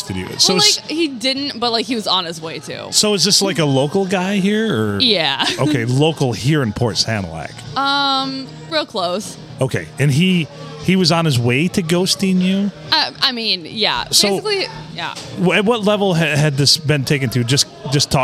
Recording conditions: busy venue